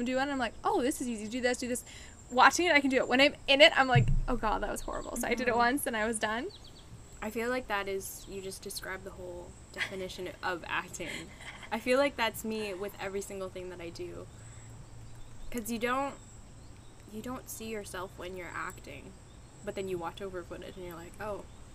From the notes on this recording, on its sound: This one was filmed in the garden mentioned in Episode 3, so there are some nature sounds.